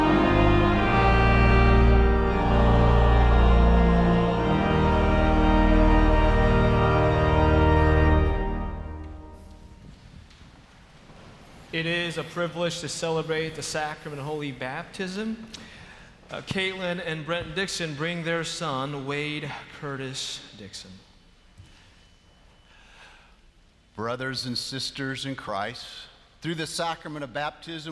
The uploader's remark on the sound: 11 AM Worship at Myers Park. Live from Myers Park United Methodist Church in Charlotte, North Carolina.